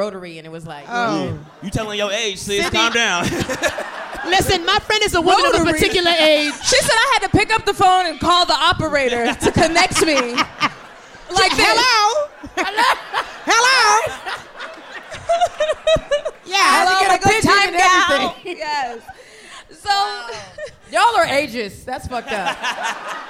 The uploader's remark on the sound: Live from the Bell House theatre in Brooklyn New York